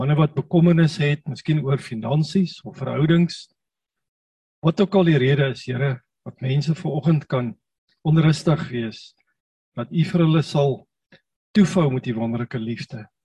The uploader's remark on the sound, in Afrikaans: Manne van die Woord Zoom Byeenkoms 29 Maart 2022.